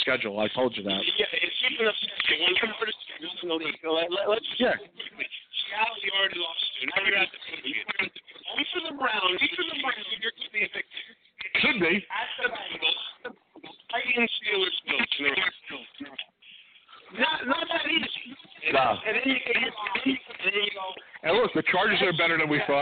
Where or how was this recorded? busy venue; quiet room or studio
busy venue